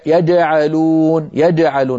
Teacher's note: فبعض إخواننا لما يحاول أن يأتي بالجيم الفصيحة يستعمل مع وسط اللسان الذي هو مخرج الجيم، يستعمل طرف اللسان في آن واحد، هذا المكان طرف اللسان مخرج الدال، فيقول مثلا يجعلون يجعلون، بدل يجعلون يجعلون، فتسمع صوتا مخلوطا فيه جيم وفيه دال، هذا ما يصح.